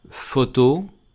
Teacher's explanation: Photo recae en la última sílaba, entonces la primera O es abierta.